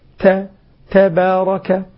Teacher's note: عند بروز التاء تكون شديدة ثم تنطلق معها جريان النفس وينطلق معها الحركة اللي هي الفتح، هذه كلها مظهرات للحروف للحرف موضحات له.